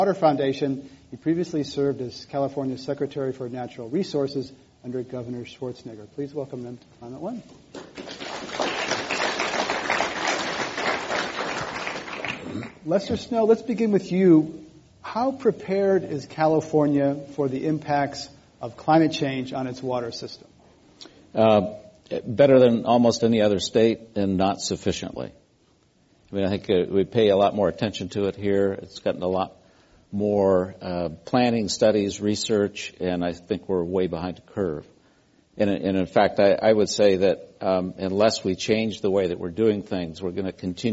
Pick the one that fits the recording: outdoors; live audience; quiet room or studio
live audience